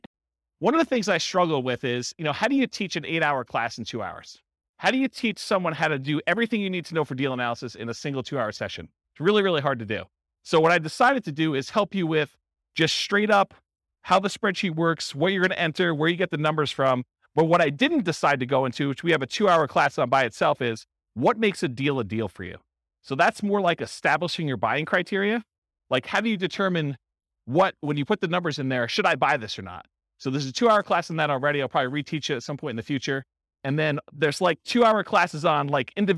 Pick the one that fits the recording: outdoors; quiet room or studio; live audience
live audience